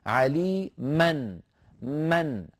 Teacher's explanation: نطقت ميما مفتوحة بعدها نون ساكنة · Term: التنوين